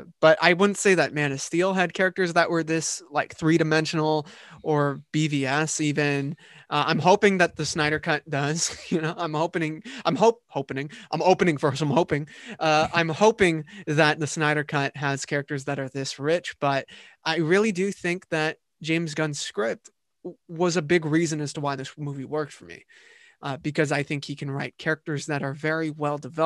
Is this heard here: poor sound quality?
no